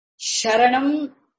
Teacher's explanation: Sha is a palatal sibilant